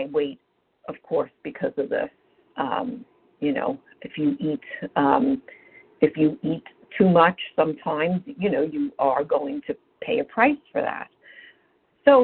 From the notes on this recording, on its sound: from the 100 Pounders Phone Meeting